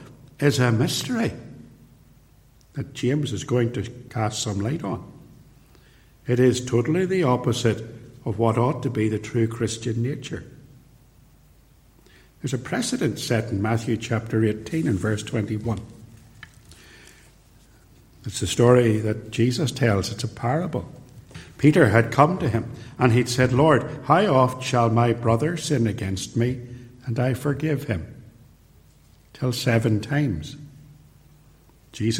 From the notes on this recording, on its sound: recorded at Templepatrick